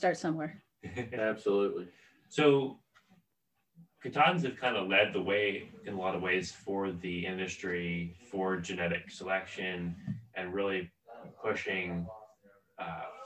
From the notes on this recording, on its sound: Don't pay any attention to the sound issues, we didn't realize we had the mic setup wrong until after we had recorded and left so we edited it the best we can.